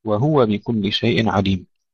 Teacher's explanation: كثير من الإخوة لا يحققون ضمة الهاء، طبعا في الروايات أو القراءات التي تضم الهاء، وهو بكل شيء عليم.